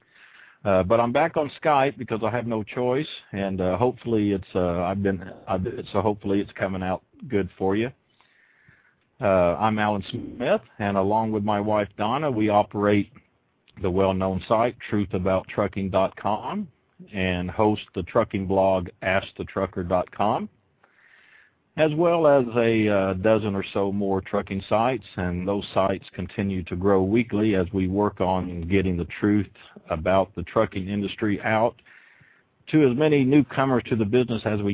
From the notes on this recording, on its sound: Opening up the phone lines to take callers questions. Truth About Trucking "LIVE".